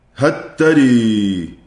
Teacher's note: أدغم لام هل في التاء بعدها في كلمتين اثنتين فقط، هتري هكذا يدغم.